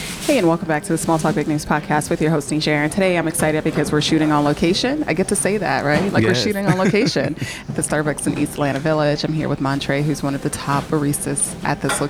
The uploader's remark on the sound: Recorded at a busy Starbucks